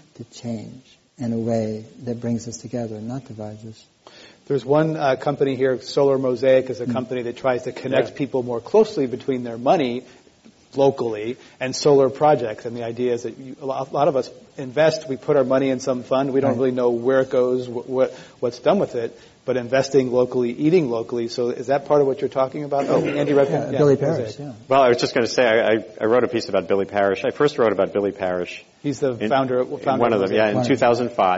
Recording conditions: live audience